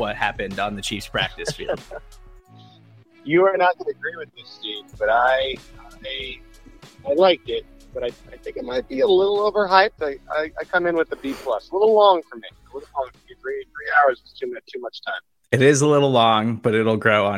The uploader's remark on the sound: Live from day 1 of the Kansas City Chiefs full-team practice in St. Joseph, Missouri.